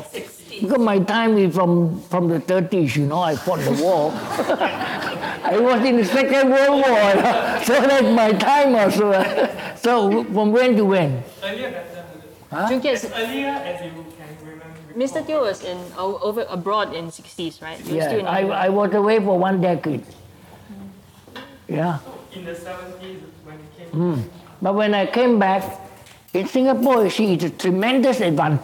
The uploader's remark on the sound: This conversation was recorded live on April 2018 at National Gallery Singapore